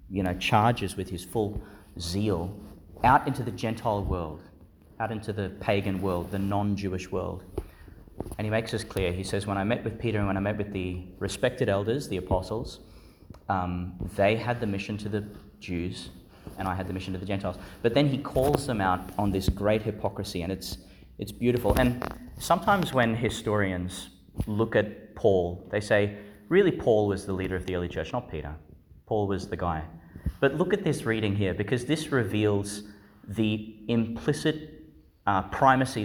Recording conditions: large echoing room